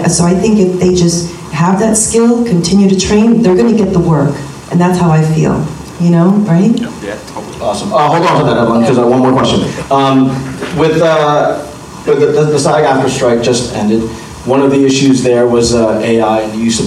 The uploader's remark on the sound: From the Urban Action Showcase & Expo 2023, the Kung Fu Drive-In Podcast hosted the BEHIND THE ACTION Panel